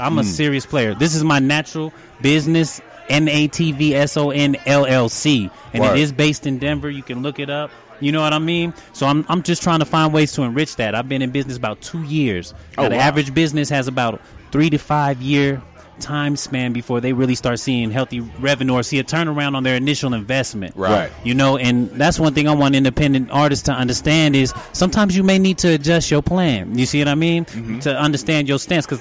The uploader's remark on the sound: we celebrate our 100th Episode live at Rock Steady